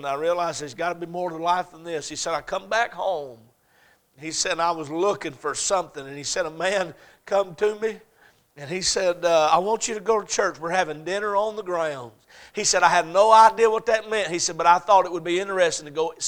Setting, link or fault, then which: setting, large echoing room